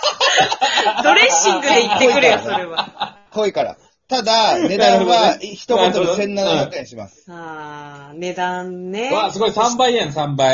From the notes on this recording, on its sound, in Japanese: 遠隔宅飲み型レディオ。相談はZOOM。笑い声あり。